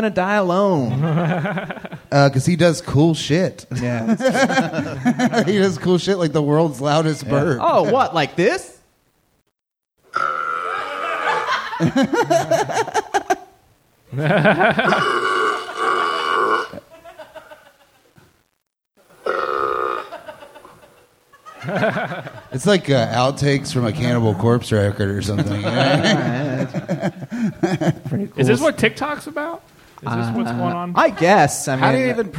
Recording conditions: live audience